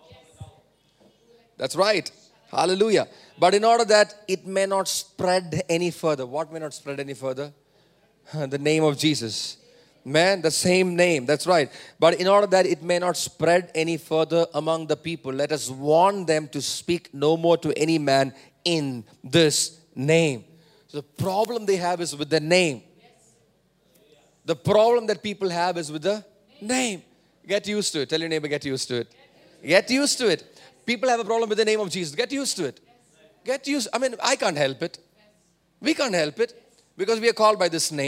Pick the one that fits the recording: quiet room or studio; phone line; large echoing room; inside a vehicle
large echoing room